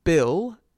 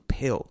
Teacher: The voicing is the only thing that's different between those two sounds. Otherwise they are identical.